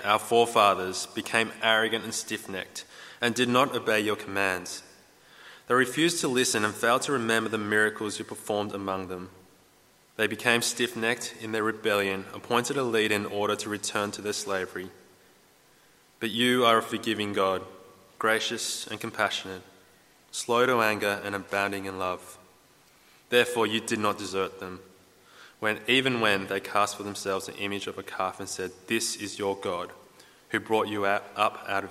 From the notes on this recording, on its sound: At a Church in the Graveyard service